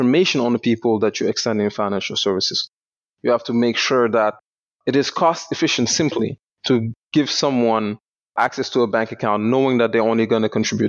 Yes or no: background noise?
no